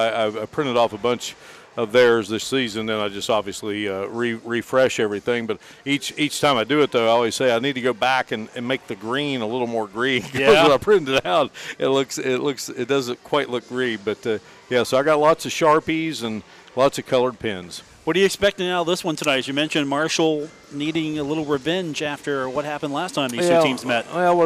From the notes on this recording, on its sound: broadcasts live from the Cam Henderson Center on the campus of Marshall University